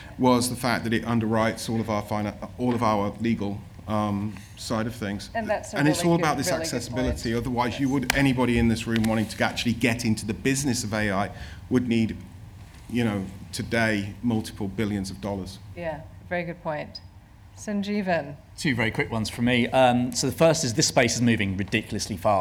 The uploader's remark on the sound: This episode of the Broadcast Tech Talks podcast is the full recording of a speaker session at the AI Creative Summit held at BFI Southbank, London on 16 November.